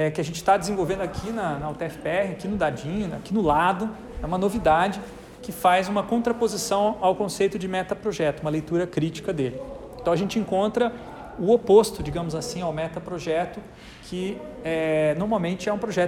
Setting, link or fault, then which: setting, large echoing room